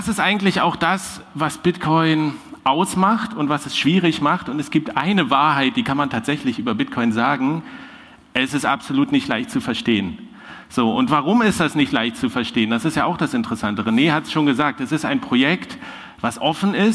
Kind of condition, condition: setting, live audience